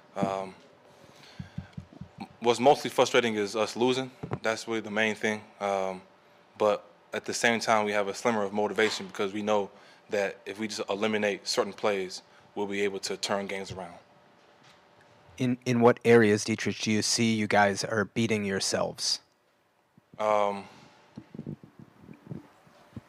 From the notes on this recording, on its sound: addresses the media at Gillette Stadium